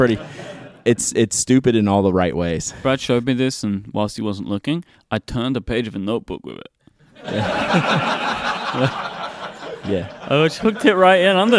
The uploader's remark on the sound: This week's episode comes to you live from the Atlanta Pen Show. In front of a fantastic audience.